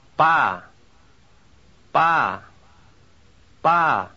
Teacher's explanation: This word begins with unaspirated P.